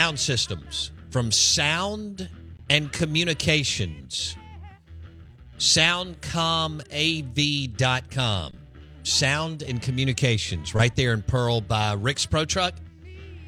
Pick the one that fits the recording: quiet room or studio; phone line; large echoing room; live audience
phone line